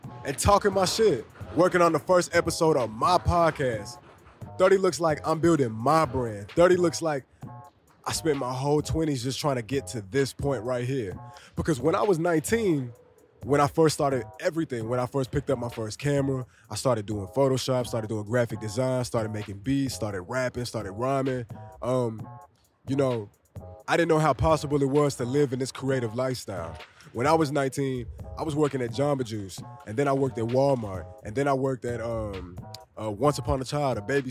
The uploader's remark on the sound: I give you my imperfect but satisfied attempt, at recording a podcast underneath the Manhattan Bridge at the L.E.S skatepark.